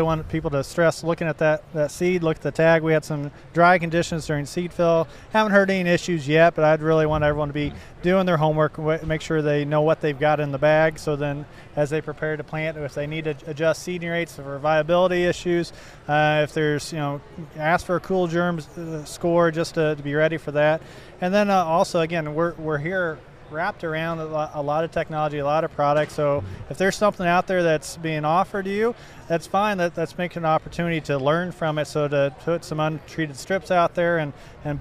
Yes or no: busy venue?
yes